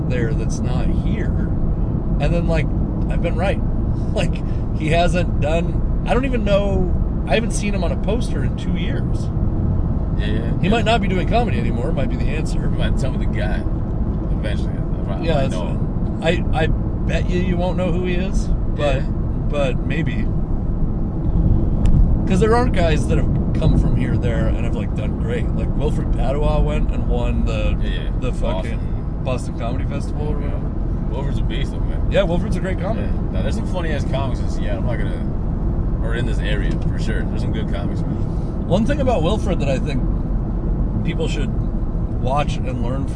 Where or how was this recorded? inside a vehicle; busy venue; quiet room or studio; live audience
inside a vehicle